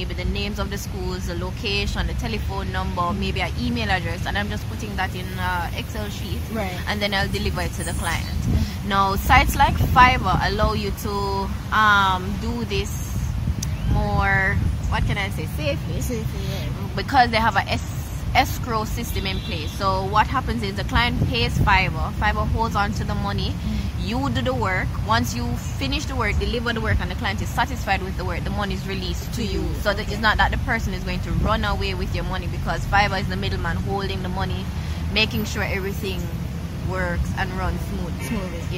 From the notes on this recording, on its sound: We had a wonderful time walking and talking in the gardens of the beautiful Pegasus Jamaica Hotel in the heart of Kingston Jamaica